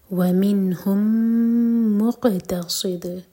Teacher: ومنهم کمیم اور مقتصد کمیم مرج ہوں گے، تو یہ ادغام متماثل. مق، قاف پر قلقلہ.